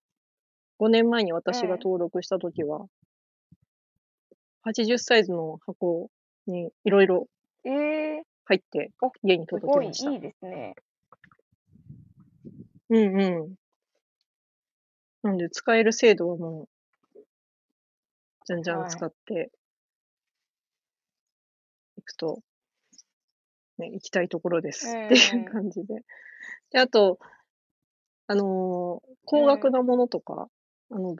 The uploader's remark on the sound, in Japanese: コラボ収録。作業中の収録の為雑音等入ってます。途中電波の状況が悪く音声が途切れますがちゃんと戻ります。